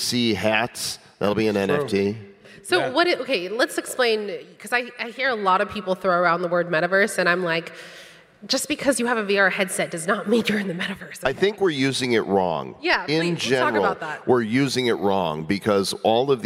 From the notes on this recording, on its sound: Bitcoin Miami 2022. We were recently invited to the keynote stage at The North American Bitcoin conference for a fireside chat. We have secured a recording of the session.